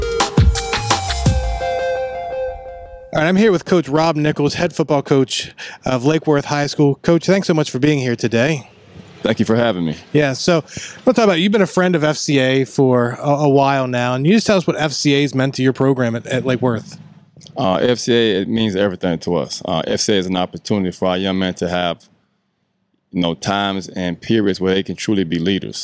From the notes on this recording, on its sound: Live from the FCA Palm Beach County Football Clinic. Live from the 2023 FCA Palm Beach County Football Clinic.